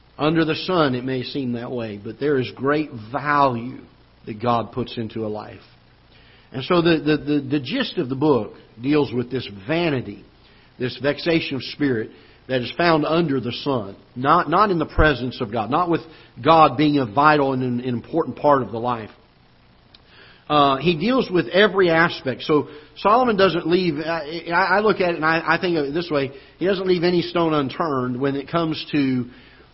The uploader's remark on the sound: Ketha Heights Baptist Church ~ Live Broadcast